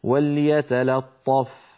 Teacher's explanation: وليتلطف يقول أحدهم وليتلطف، فهذا لا يصح، بل عليه أن يقول وليتلا. وليتلا بعد أن ينطق اللام مرققة ينتقل إلى الطاء المفخمة فيقول وليتلطف.